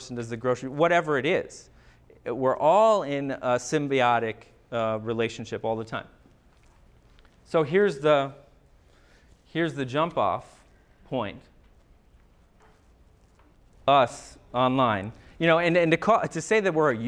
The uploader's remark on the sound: MSSA Annual Conference Lecture. On this episode you’ll hear a recording of a lecture. The audio begins with the title slide that has three separate writings continuously scrolling across the screen.